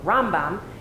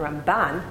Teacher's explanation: So Rambam is always the accent on the first syllable, and Ramban, Nachmanides, is always the accent on the second syllable.